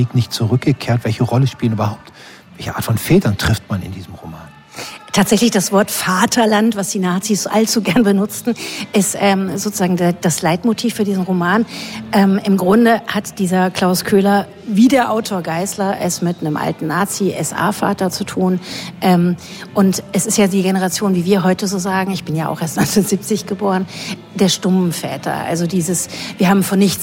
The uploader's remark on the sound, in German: live vom Sommerfest des LCB